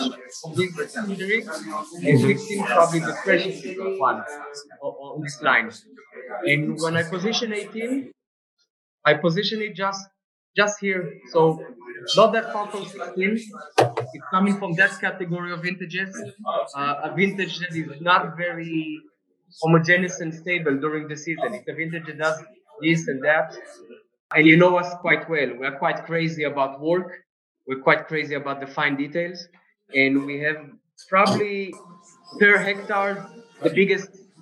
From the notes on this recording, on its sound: tasted over Zoom